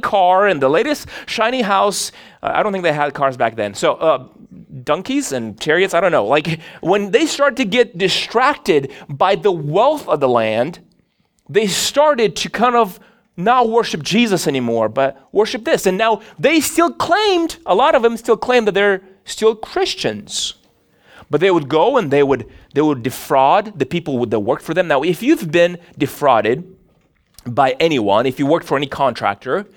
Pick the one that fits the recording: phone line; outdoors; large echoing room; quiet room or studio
large echoing room